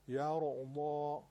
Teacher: حرف را قبلش فتحه اومده پس چی میشه تفخیم